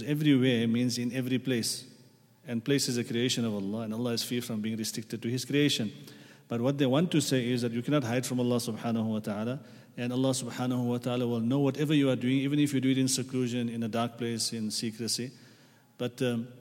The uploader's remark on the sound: at the Houghton Masjid (West Street)